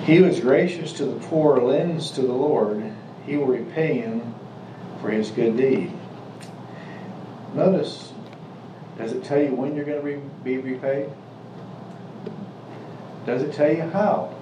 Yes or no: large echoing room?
yes